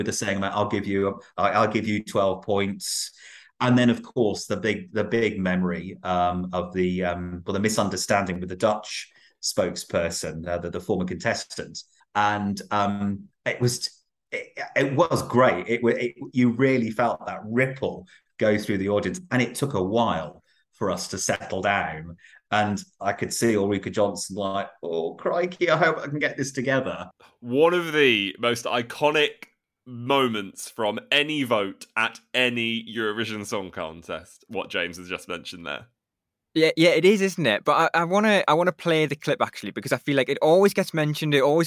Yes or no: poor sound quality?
no